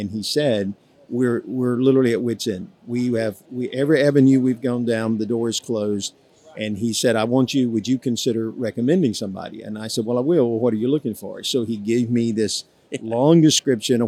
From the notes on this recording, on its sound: Live at SBC. Live at the Southern Baptist Convention.